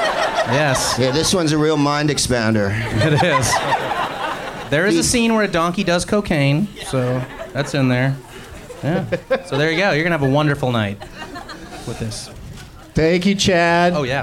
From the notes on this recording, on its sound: Live from the Punchline in San Francisco